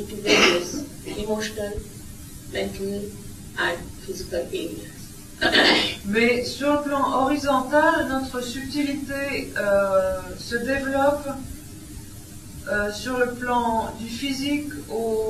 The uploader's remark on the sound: At a Sahaja Yoga public program in Nice, France. With French translation.